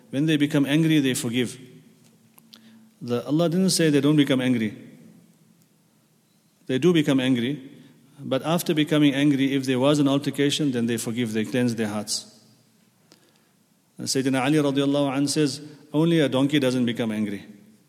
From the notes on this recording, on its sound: at the Houghton Masjid (West Street)